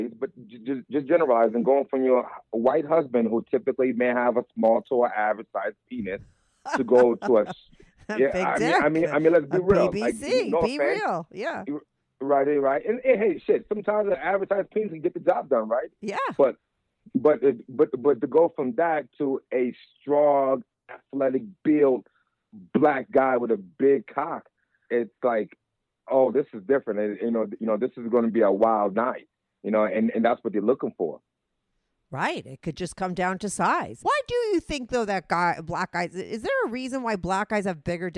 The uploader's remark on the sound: called in to talk all about it